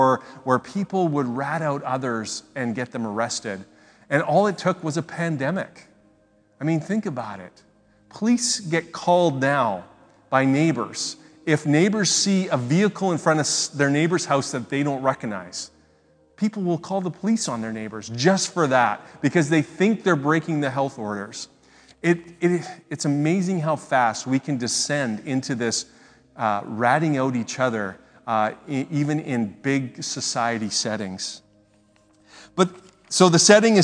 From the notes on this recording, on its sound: speaks at SouthRidge Fellowship, a Langley church